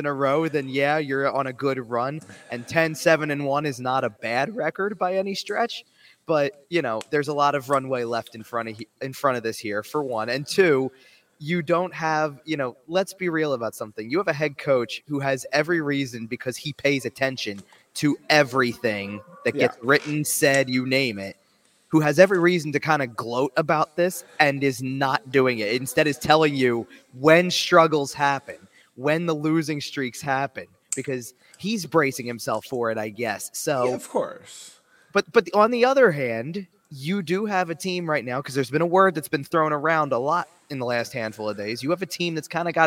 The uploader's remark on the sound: Live From The Farg. Checks in live from Wells Fargo Center.